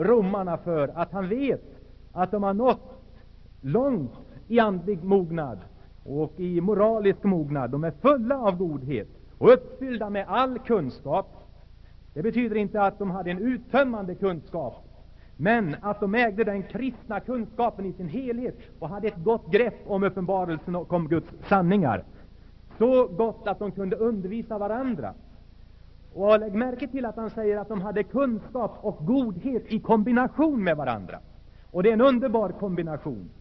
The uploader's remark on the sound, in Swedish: Inspelad i Saronkyrkan, Göteborg 1980-10-19.